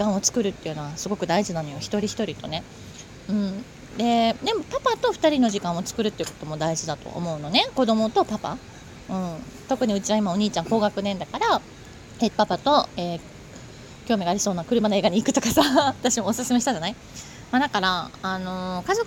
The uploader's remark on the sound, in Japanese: 八芳園の庭園が見られるカフェのテラスにて収録